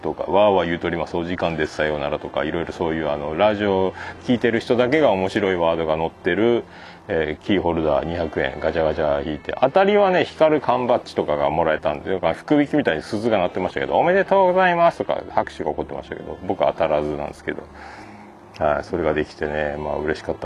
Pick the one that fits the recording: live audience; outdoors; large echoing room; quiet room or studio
outdoors